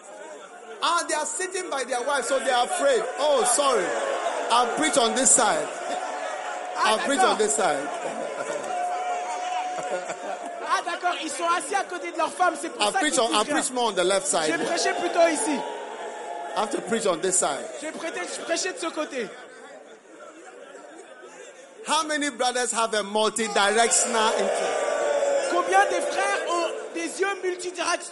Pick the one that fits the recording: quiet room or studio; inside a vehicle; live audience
live audience